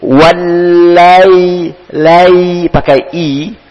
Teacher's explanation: Kemudian ada huruf lin, ya sukun, maka dibaca lembut. Wallai, lai, pakai i, bukan lai, bukan wallai, laili, tapi wal, wallai, lai.